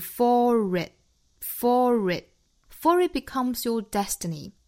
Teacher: 后面不管加什么元音都需要加一个小小的辅音 r · Term: 加 r